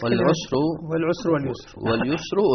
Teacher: أبو جعفر يقرأ هنا بتحريك الساكن في هذه الكلمات · Term: التثقيل